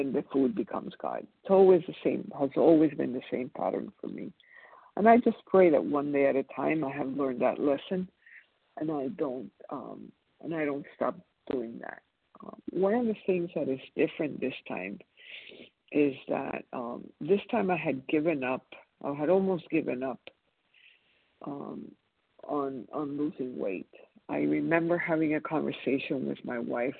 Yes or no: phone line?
yes